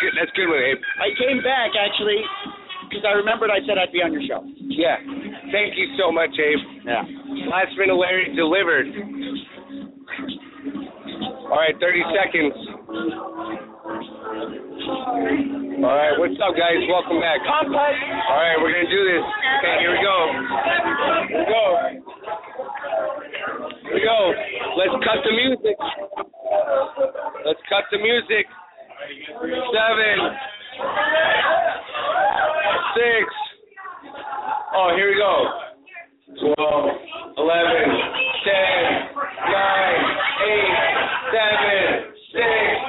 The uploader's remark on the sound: New Year's Eve at the Old Towne Pub